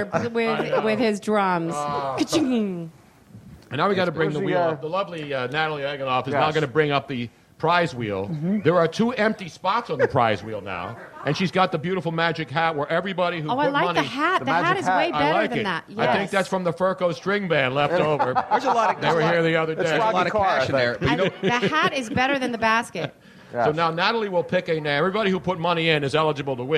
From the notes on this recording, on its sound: We came out firing with a great mid February crowd and crazy show at Comedy Sports Philly.